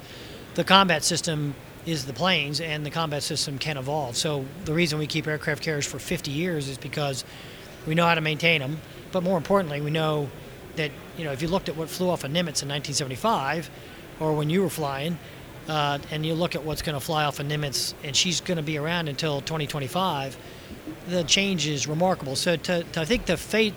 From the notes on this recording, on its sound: Live from WEST 2018.